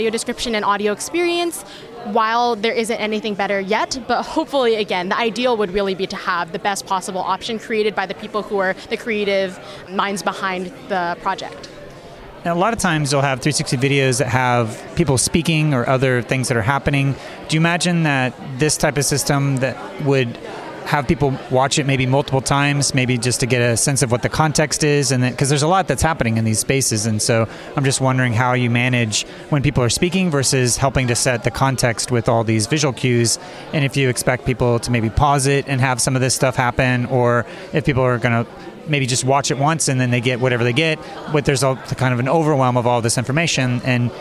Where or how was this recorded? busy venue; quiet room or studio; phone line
busy venue